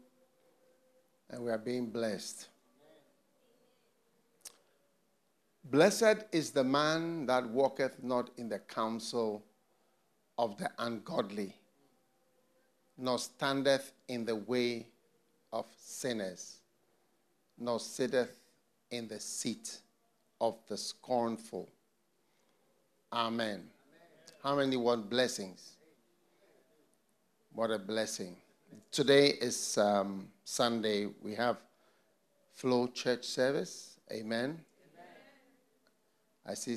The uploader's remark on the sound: Preached at the FLOW Church Service.